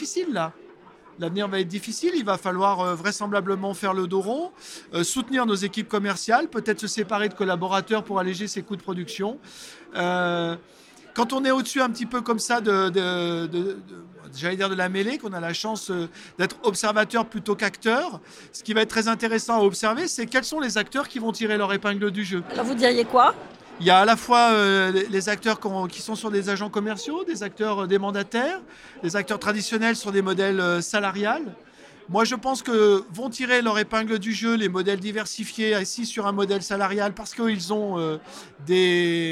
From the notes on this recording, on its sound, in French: Cet épisode a été enregistrée à Immo, le congrès immobilier FNAIM qui s'est tenu les 4 et 5 décembre à Paris au carrousel du Louvre.